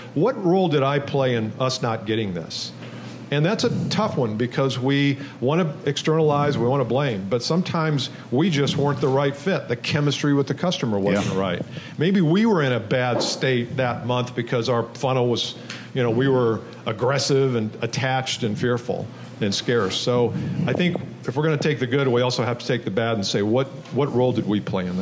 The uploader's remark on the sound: Host a special LIVE recording in Indianapolis Indiana.